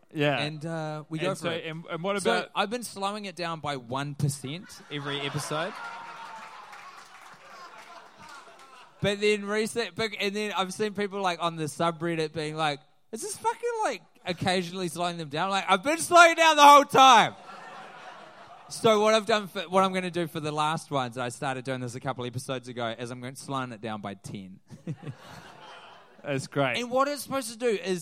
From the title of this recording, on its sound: Live in NYC